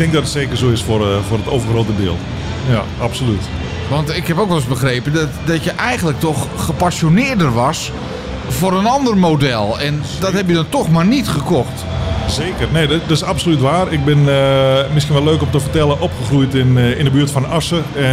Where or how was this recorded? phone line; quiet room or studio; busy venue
busy venue